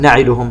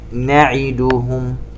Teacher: ننتبه إلى الكسرة على العين وإشباعها · Shown in: second take · لا نقول نعدهم هكذا، تبين أن الحركة مختلسة أي منتقص